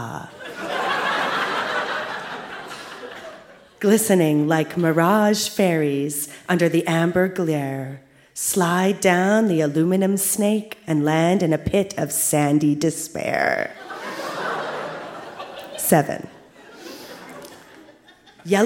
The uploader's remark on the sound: Recorded live at the Cosmo Seniors Center as part of Winterruption 2017.